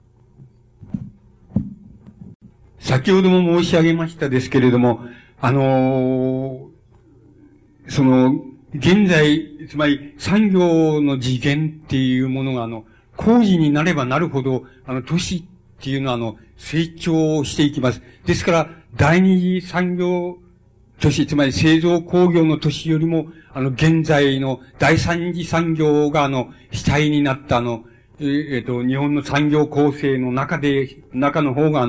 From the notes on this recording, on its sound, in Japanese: 主催：筑波西武リブロブックセンター 場所：エキスポセンター コズミックホール。音源は主催者提供。